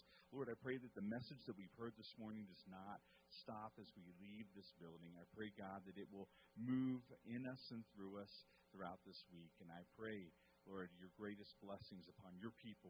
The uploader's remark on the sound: Woodland Life Church Live